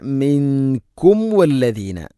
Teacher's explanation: സാക്കിനായ മീമിന് ശേഷം വ എന്ന അക്ഷരം വന്നാൽ അല്ലെങ്കിൽ ഫ വന്നാൽ രണ്ട് ചുണ്ടുകൾ തട്ടി മീമിനെ പൂർണ്ണമാക്കണം